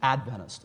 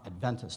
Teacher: emphasis on the first syllable · Shown in: first take · not Adventist, as many other Christians will often say.